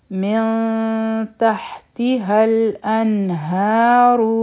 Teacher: را چې ده په دې باندې بمه ده دا به مونږ غټ وایو او راکاږو به نه